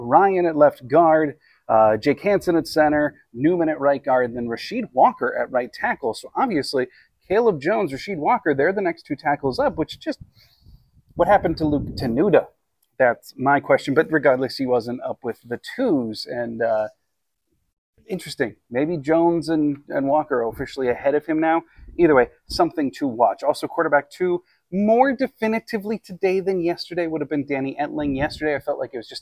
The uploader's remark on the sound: on location at a neighborhood park today